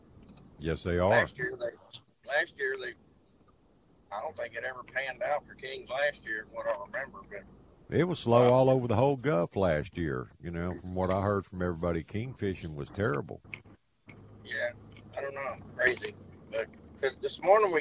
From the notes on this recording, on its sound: From Port Isabelle and open phone lines.